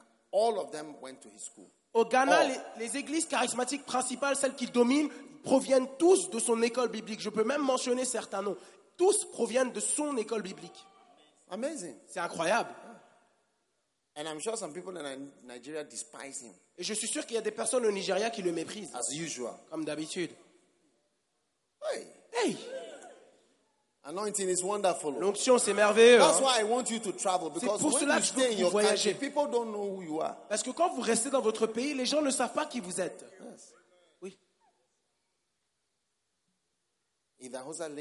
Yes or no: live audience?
yes